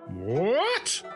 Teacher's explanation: The second tone goes from low to high.